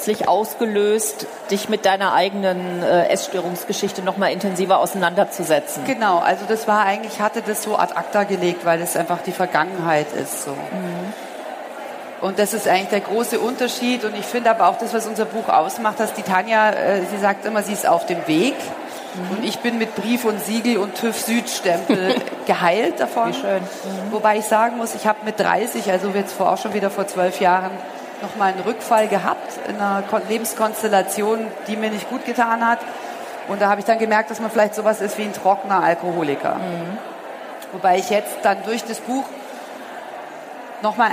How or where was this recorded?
busy venue